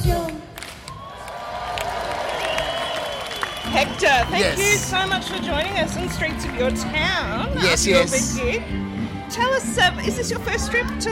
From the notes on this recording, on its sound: straight after the band's electric performance at Adelaide's world music festival, WOMADelaide